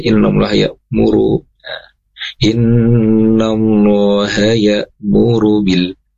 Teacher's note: pendek ru-nya di sana tadi kedengar Ibu kepanjangan ya